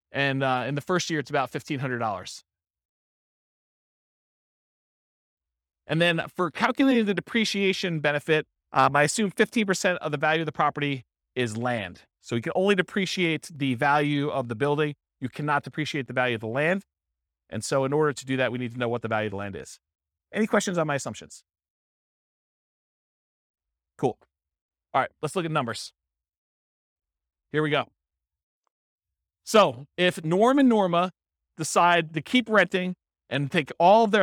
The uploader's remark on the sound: This was a live class recorded